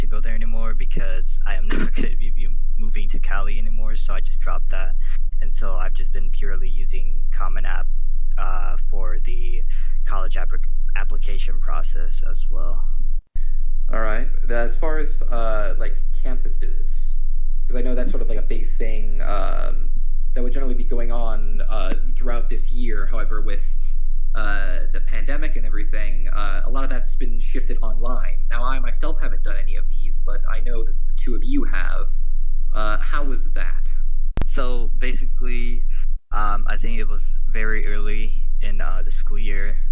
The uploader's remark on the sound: Sorry about the audio quality if it is bad during this episode, we recorded this remotely from our homes.